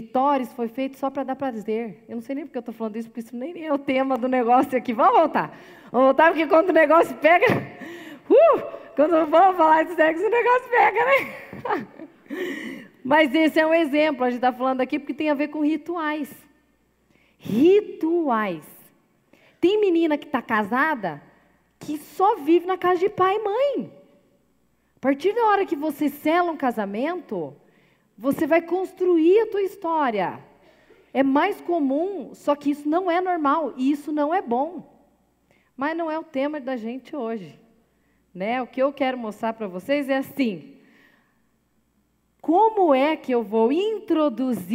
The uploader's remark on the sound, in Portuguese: Gravado ao vivo na Igreja Presbiteriana Central de Cascavel.